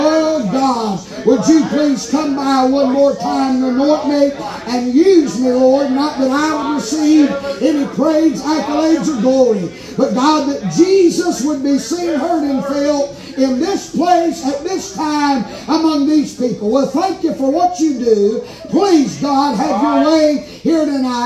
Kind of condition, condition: setting, large echoing room